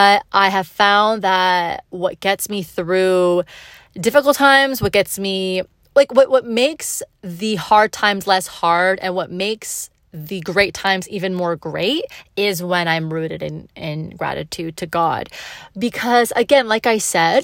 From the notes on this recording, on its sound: I come to you from my car during my lunch break.